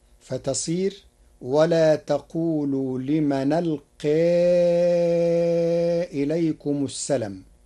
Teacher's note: قرأ ورش كلمة السلام بحذف الألف بعد اللام